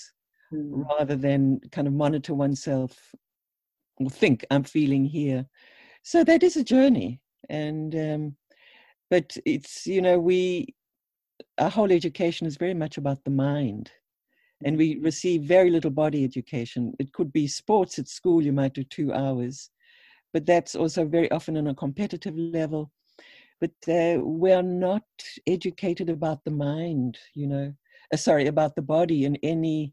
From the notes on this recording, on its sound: This episode is a recording of a webinar.